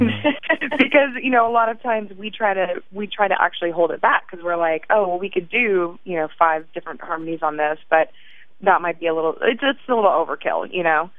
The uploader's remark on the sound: grabbed some time over the phone